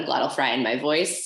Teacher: it's pretty habitual for me to fry at the end of my phrases